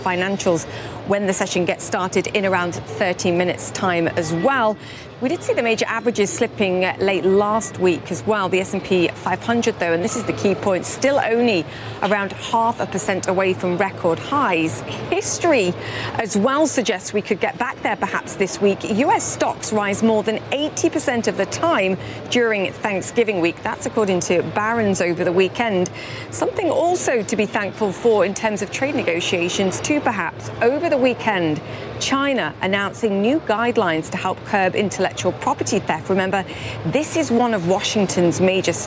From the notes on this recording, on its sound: live from the New York Stock Exchange